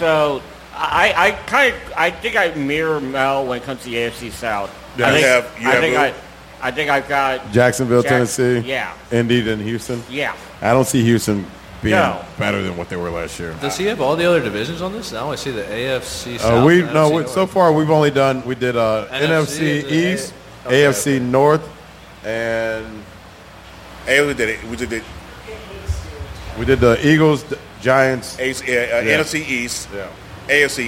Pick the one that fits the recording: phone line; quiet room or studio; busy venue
busy venue